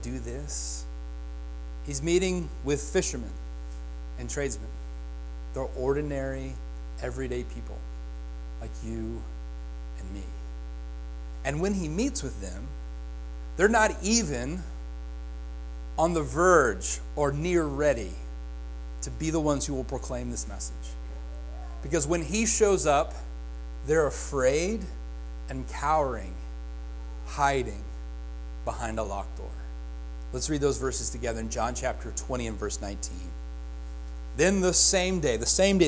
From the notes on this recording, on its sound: Join us Sundays at Faith Free Will Baptist Church in Chandler. Here is our Sunday Sermon recording.